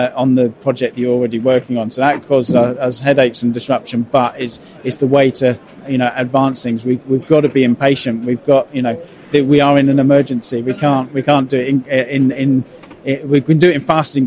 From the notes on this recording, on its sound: Two conversations recorded at Futurebuild 2022.